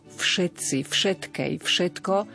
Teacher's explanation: To naše obľúbené, veľmi často používané slovo všetci, všetkej, všetko, opäť na začiatku slova je neznelé f